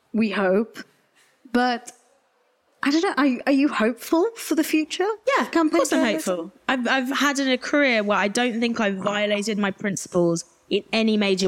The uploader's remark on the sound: Recorded live on 13 October at Hamilton House on Stokes Croft as part of the Cable’s ongoing speaker series.